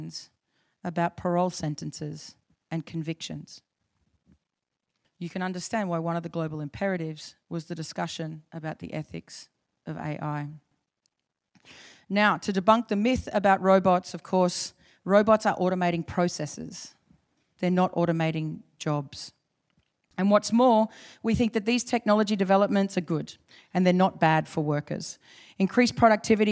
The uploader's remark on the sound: IFE Grand Challenge Lecture - recorded 3 May 2019 at QUT.